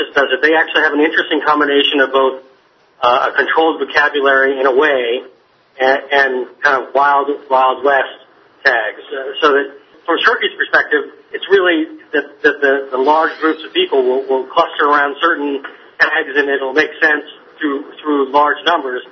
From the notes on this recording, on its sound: A conference call.